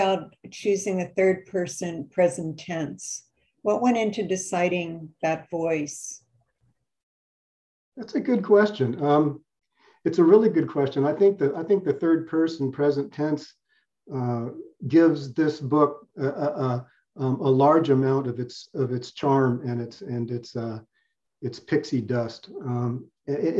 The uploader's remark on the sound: This interview was originally recorded as a Sisters in Crime Zoom event (which was Zoom-bombed, but that's another story)